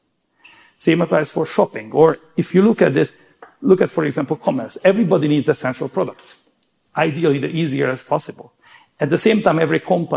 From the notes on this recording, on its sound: Speaking at an event for aspiring CEOs that McKinsey held in San Diego earlier this year.